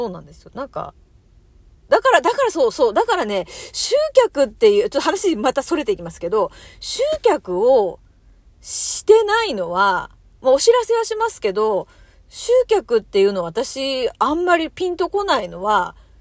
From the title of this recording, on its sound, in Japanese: 車の中からトーク